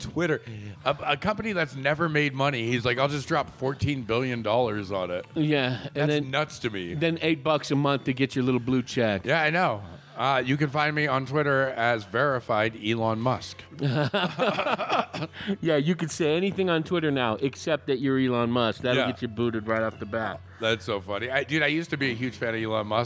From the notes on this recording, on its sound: Recorded at Alpine Pizza in Flagstaff. Recorded at Alpine Pizza in Flagstaff, the best pizza in town!